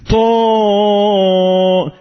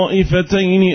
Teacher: فطا اعلى درجات التفخيم اهو لما يكون الحرف مفتوح بعده ألف